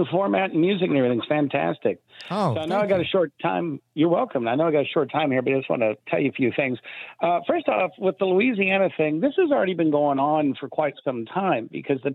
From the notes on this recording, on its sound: open phones across America